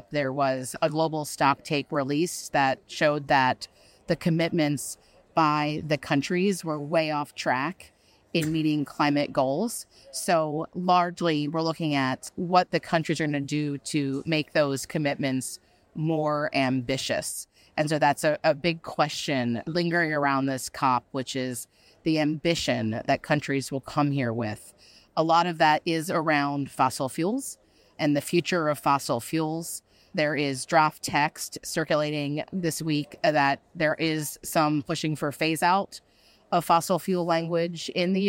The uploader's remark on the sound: live from COP28